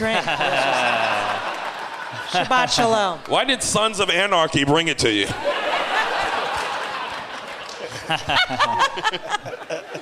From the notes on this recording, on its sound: Live from the Gramercy Theatre in New York City